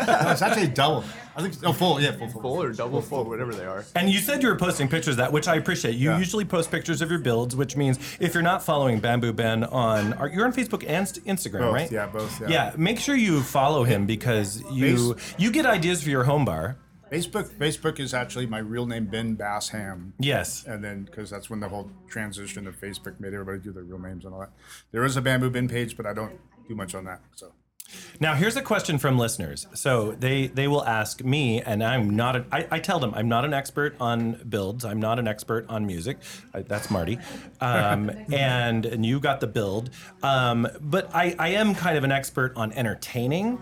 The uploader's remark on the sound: LIVE recording at the Bamboo Club in Long Beach